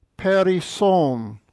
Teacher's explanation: Make sure you get the accent on that last syllable. It's called the ultima.